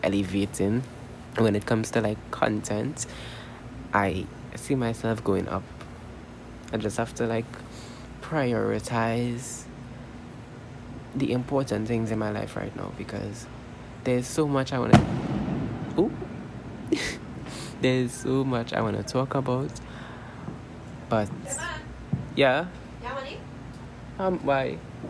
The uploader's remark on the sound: This episode was so unintentional, but I'm uploading it anyways. I do apologize for the background noises.